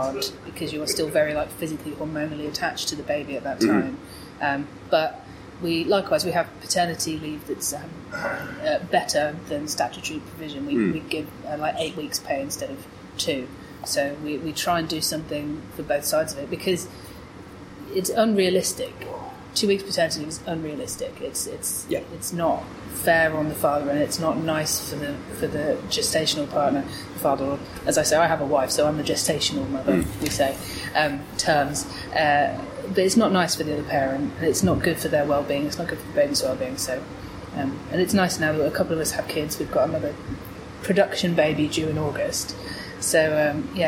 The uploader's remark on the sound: Chats at Rezzed